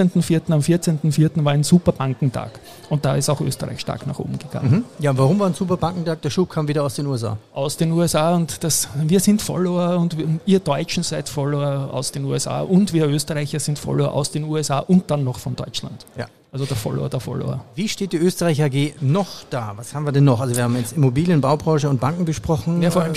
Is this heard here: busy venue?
yes